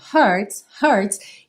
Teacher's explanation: o H não é exatamente um som muito forte. Ele é um arzinho.